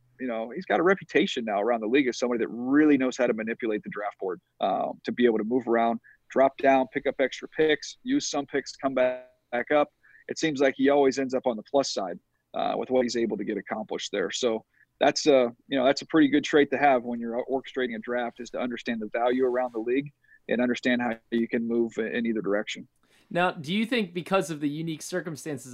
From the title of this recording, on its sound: Calls Into The Lounge